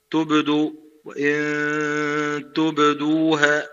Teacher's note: يعني مثلا في قوله تبدوها، ممكن تبدوها، البعض مثلا يقرأ هكذا تبدو، وإن تبدوها، فيجعل القلقلة تتبع ما قبلها أي الضم